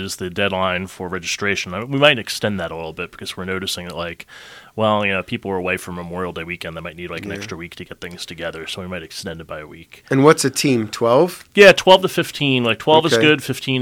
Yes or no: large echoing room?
no